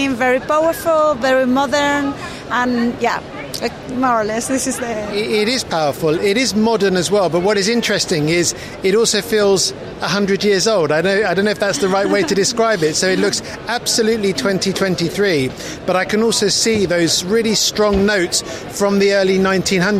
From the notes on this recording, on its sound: Episode 3 "live" from Silmo Paris 2023. He heads to the Start Up Village to hear the story behind Junk Plastic.